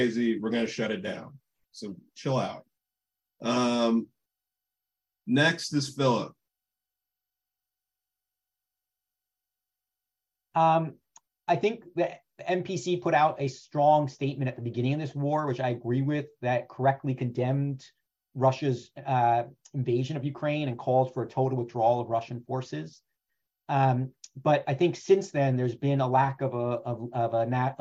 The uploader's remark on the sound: An Online Panel Discussion